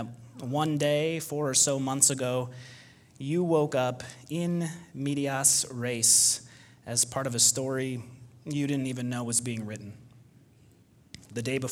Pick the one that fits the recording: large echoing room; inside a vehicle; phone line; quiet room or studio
large echoing room